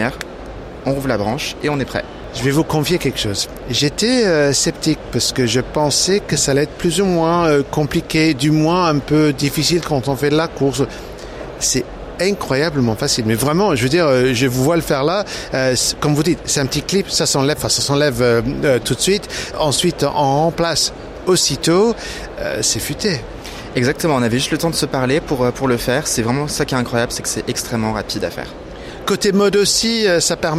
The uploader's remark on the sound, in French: Épisode 4 "en direct" du Silmo Paris 2023